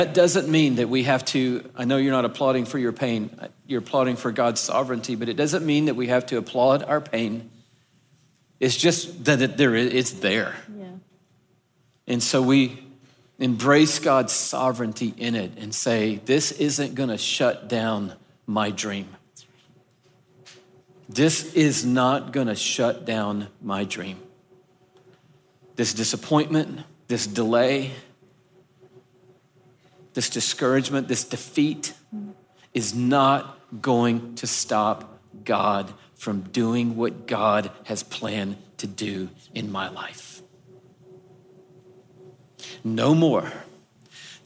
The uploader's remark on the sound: This conversation was recorded live at The Grove, a gathering for the women of Atlanta, Georgia.